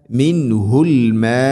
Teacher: ഫയഖ്റുജു മിൻഹുൽ മാ മിൻഹുൽ മാ മദ് മുത്തസിലാണ്, മദ്ദിൻ്റെ അക്ഷരമായ അലിഫിന് ശേഷം ഹംസ അതേ പദത്തിലാണ്. അപ്പോൾ അവിടെ നാലോ അഞ്ചോ ഹർക്കത്തിൻ്റെ ഖദറിൽ നീട്ടണം · Term: മദ് മുത്തസിൽ